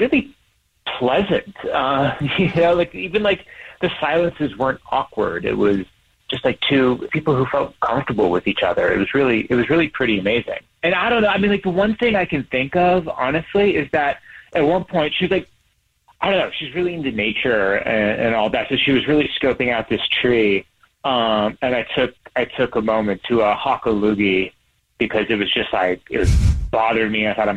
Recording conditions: phone line